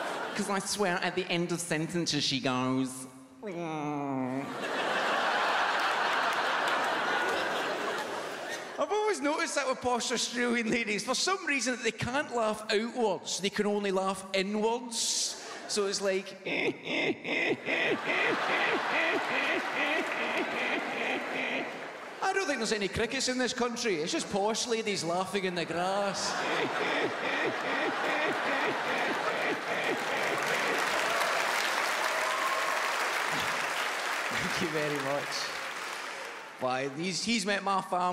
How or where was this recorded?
busy venue